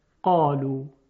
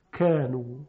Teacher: در قاف ریشه زبان هم خودش رو به طرف بالا میکشه، صدا درشت میشه قالو. اما در کاف ریشه زبان یا جذر اللسان به طرف بالا نمیره، بلکه پایین هست، کانو.